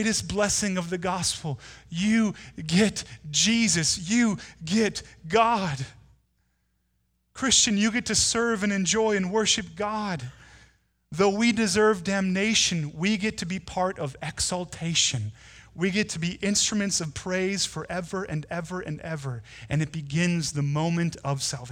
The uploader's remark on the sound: Delivered on Sunday, December 1, 2019 at Woodridge Community Church (New Berlin, WI).